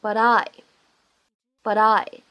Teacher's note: but 和 I 放在一起呢，可以有一个连读。而且呢，在美式发音当中呢，存在一个闪音的处理。